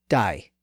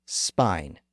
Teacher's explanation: it actually shifted to a diphthong somewhere between A and I · Term: London vowel shift